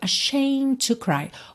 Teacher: Olha que interessante, a palavra ashamed, o E não é pronunciado, então você teria só esse Dzinho, né, ashamed, só um Dzinho leve depois do M, mas o M, eu já fechei ali, né, os lábios, ashamed to, ou seja, quando eu iria fazer o D, eu já parto pro T de to, porque T e D são feitos no mesmo lugar, certo? E a gente já sabe que geralmente TT, DD, TD e DT, a gente junta num som só, ok?